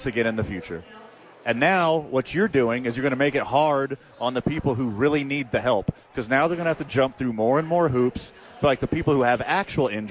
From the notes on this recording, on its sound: live from Isotopes park.